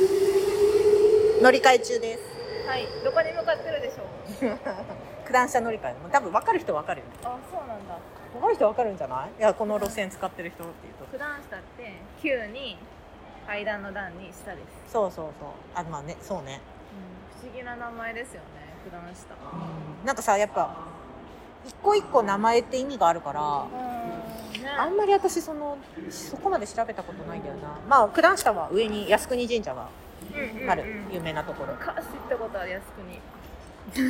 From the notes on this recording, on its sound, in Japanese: お互い忙しくてまさかの「電車移動トーク」になりましたとさw。本日電車の音が入ってますので。